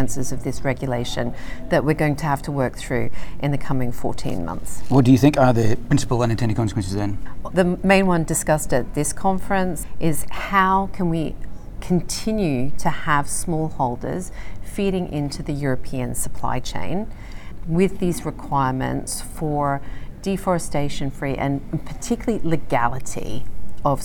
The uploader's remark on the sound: Live from the conference. At Innovation Forum's future of climate action conference in Washington DC.